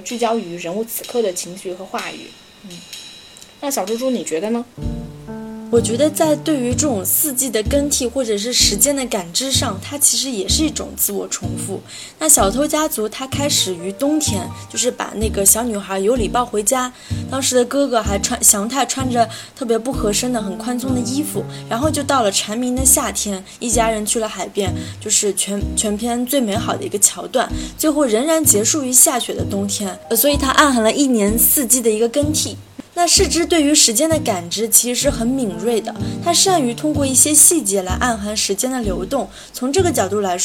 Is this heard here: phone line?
no